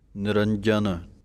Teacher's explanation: ਜੱਜੇ ਨੂੰ ਕੱਸ ਕੇ ਬੋਲਣਾ ਹੈ, ਜੇ ਪੋਲਾ ਬੋਲਾਂਗੇ ਤਾਂ ਯਯੇ ਦੀ ਆਵਾਜ਼ ਨਿਕਲ ਆਵੇਗੀ